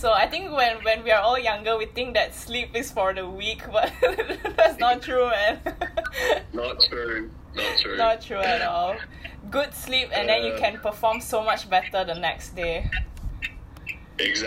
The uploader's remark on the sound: this is not an actual podcast with fancy equipment, so please forgive the mediocre audio quality and excessive laughing